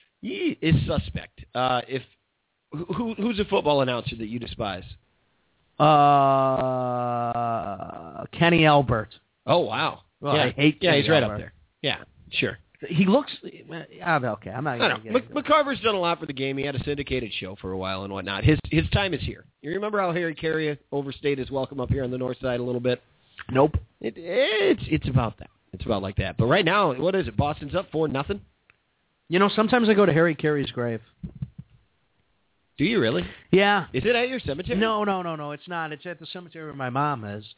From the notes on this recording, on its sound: In Spokane called in with his 3 year old.